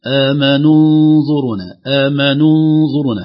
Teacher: همزة وصل، عليها رأس صاد صغيرة تدل على أنها ساقطة في الوصل لا تنطق أبدا